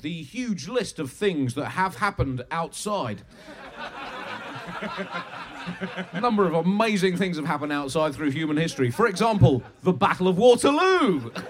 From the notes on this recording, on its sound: Record a Bugle at midnight in the woods. Recorded in front of about 1000 people at the beautiful End Of The Road Festival.